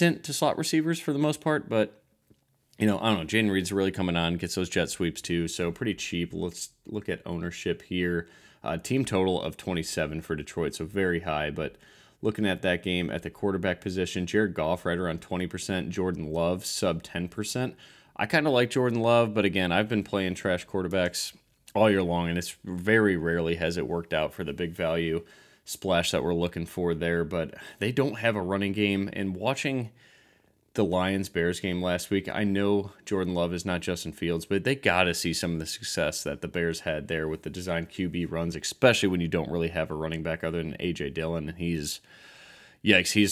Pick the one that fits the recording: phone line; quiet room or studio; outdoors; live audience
quiet room or studio